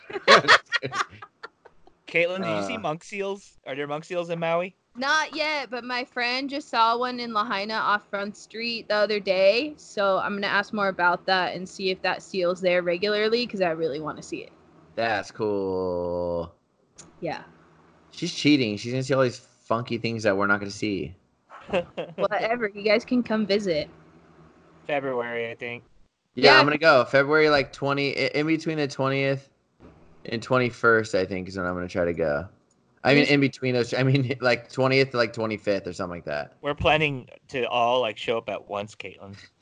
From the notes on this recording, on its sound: we were successful with recording via skype